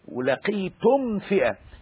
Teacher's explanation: ما ينفعش ادخل الميم في الفاء · Term: اظهار شفوي